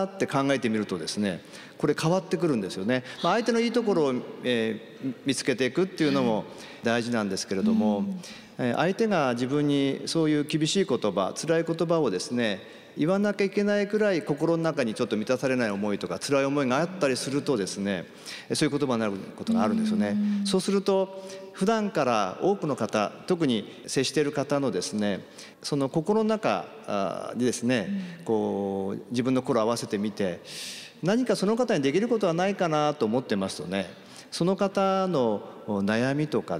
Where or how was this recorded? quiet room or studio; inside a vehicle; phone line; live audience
live audience